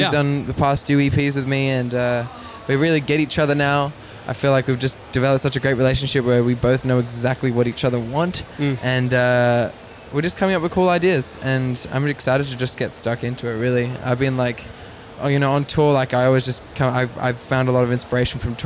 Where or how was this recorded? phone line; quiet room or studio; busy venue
busy venue